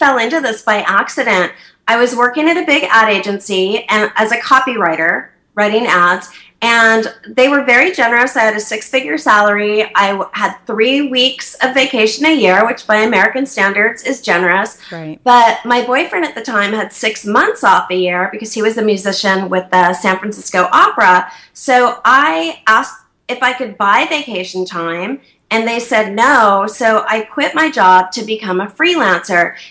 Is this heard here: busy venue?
no